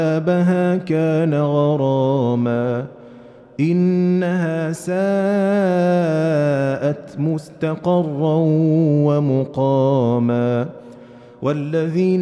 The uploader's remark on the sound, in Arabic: مسجل من صلاة التراويح بمسجد السلام بحي مشرفة بجدة.